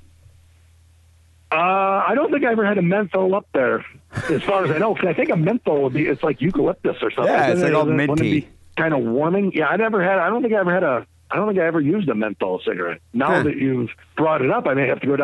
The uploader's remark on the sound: Phone calls.